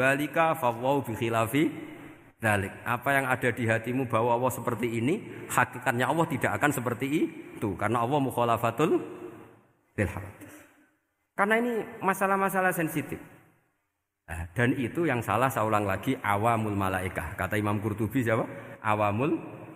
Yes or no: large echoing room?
yes